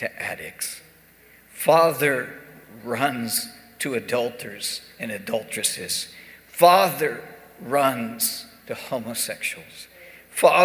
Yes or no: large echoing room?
yes